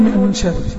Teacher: النون بدون تشكيل وبعدها شين يبقى أغن في النون · Term: غنة